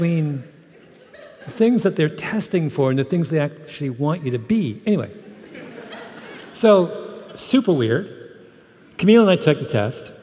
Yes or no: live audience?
yes